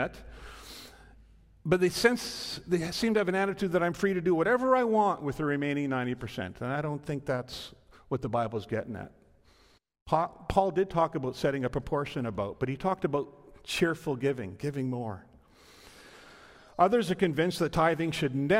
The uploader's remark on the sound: This is a live recording from our Sunday March 6th Service.